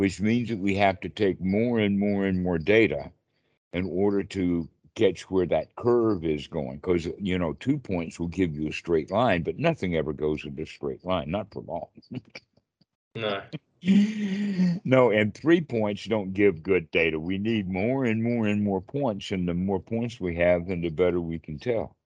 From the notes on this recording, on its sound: skype calls on this channel